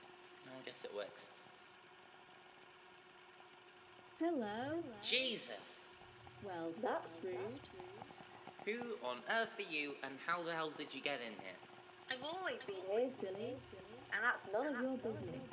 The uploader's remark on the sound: whiles uploading the audio the sound came out quieter then the audio file for some reason and i'm no able to fix it, sorry for any inconveniences.